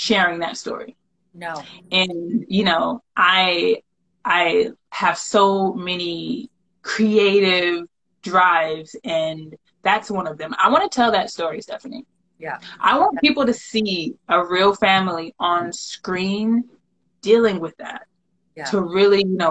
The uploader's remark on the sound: the audio from an Instagram live